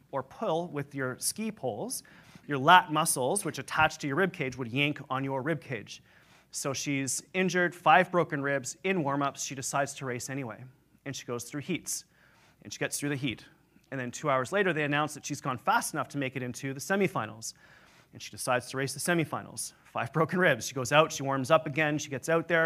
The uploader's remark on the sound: Today I'm going to share a keynote that I did at the EPIC community last year in Vancouver, Canada. Today I'm going to share a keynote that I did at the EPIC community last year in Vancouver, Canada.